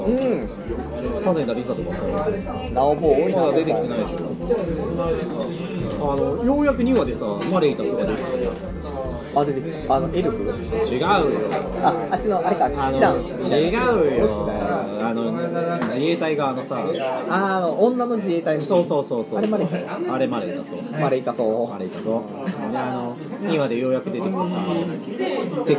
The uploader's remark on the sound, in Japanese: 居酒屋で収録している